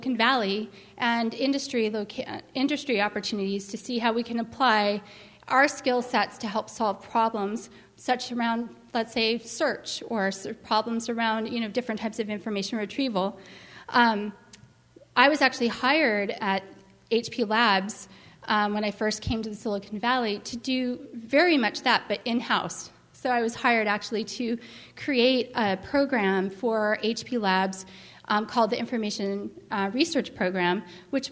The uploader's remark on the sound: was recorded at the 2010 California Library Association Conference in Sacramento, CA.